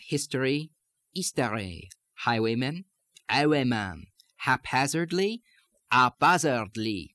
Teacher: the tendency for the initial H in a syllable to be dropped